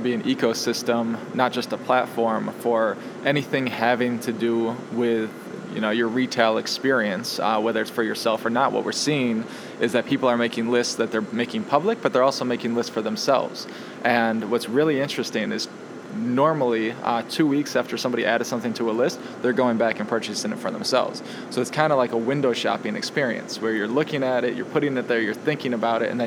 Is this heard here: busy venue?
yes